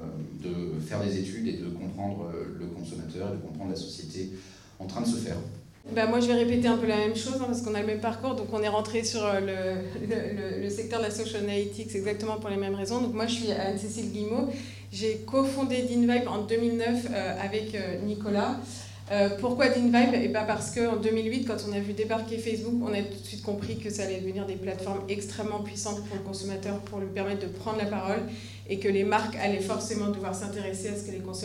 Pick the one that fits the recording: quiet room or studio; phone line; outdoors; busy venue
busy venue